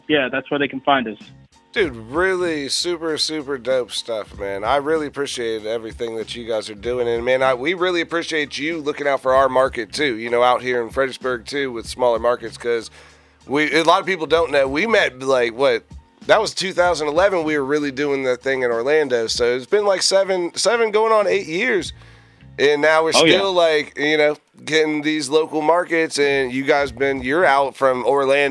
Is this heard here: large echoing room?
no